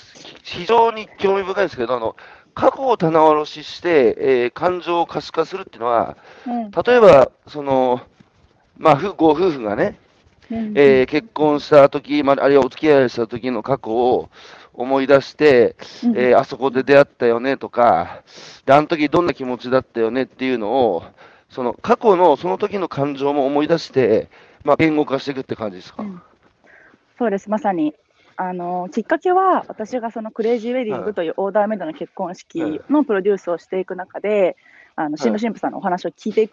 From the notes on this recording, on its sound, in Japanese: 歩きながら1時間、対談する。